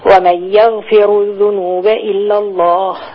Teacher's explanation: أول ما قلتي ومن يغفر الذنوب إلا الله كده أنت تركت الغنة